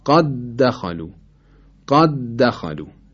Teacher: حتی دال قلقلم نباید اینجا پیدا بکنه، کاملا باید ادغام بشه